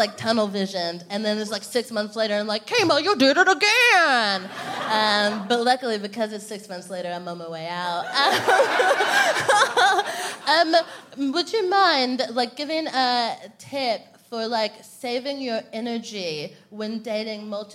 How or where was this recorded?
busy venue